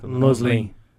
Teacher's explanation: A sílaba tônica é a última · Term: oxítona